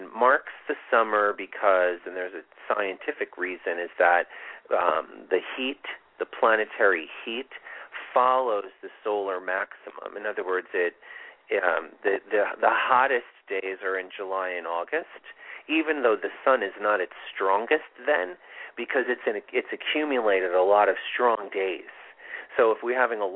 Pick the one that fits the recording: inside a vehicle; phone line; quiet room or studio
phone line